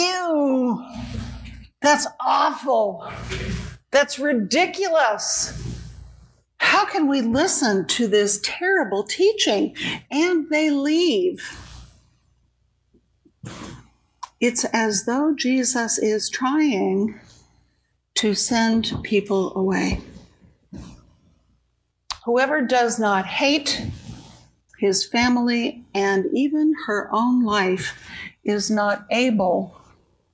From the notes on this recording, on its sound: Each weekly podcast episode is a live recording from our church in San Jose, California.